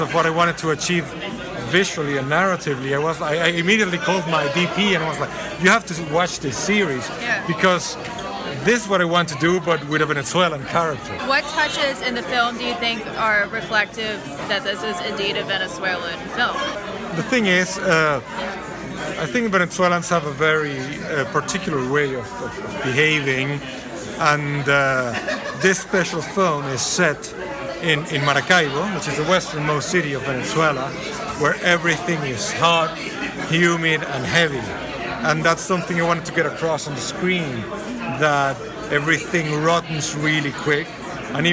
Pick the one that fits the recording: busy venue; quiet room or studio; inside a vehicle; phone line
busy venue